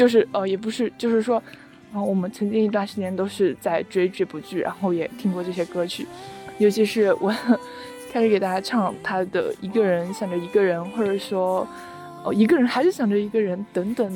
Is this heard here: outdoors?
yes